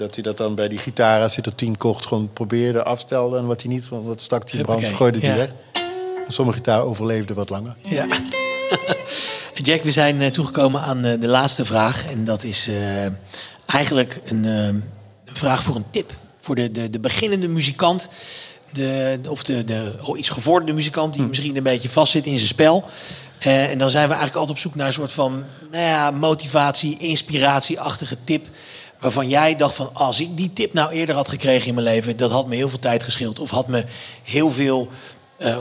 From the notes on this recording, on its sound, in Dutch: live opgenomen tijdens de Muzikantendag in De Melkweg, Amsterdam, op 27 mei jl.